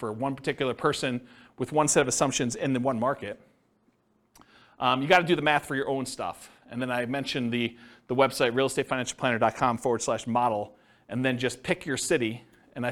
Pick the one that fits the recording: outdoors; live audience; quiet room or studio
live audience